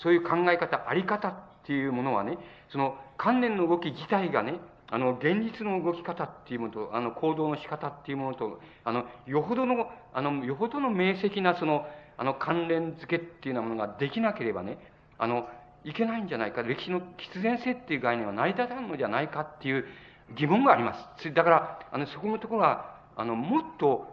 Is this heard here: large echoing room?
yes